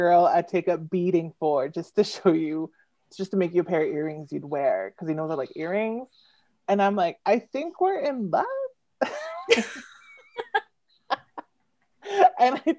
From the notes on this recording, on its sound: This is our first live recording with video via an online conference! This author chat was part of the ILSA Conference, that happened in June 2021.